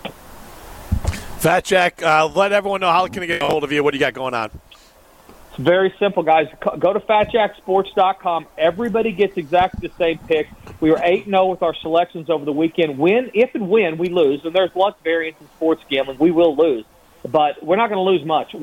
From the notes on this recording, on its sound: live from Metro Kia of Madison